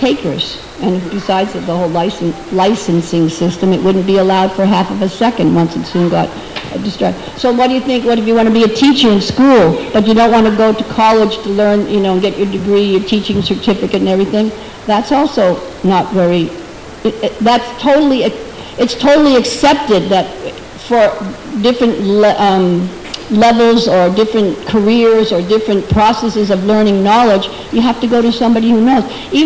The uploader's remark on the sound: at the Hare Krishna Temple in Alachua, Florida